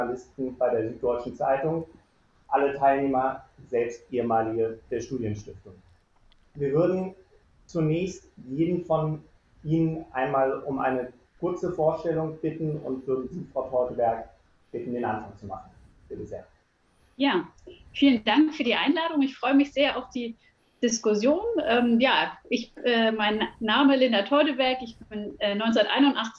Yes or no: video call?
yes